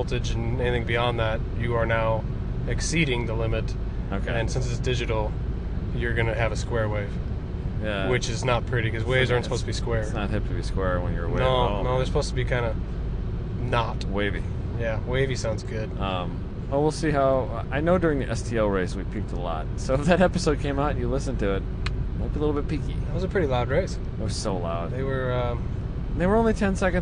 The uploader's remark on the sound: Podcast from a car. They recorded on the way home.